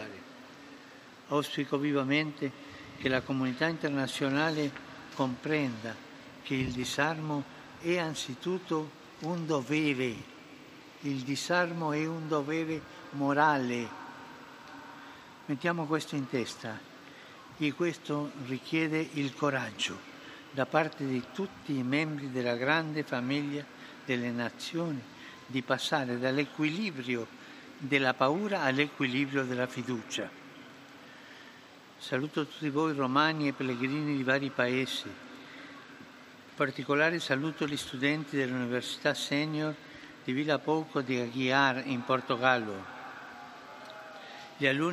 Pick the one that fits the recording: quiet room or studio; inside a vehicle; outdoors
outdoors